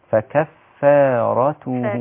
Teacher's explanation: تجيبي الراء مفخمة والفاء والتاء مرققين